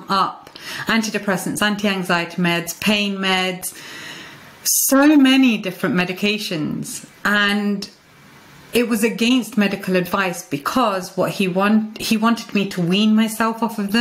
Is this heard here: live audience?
no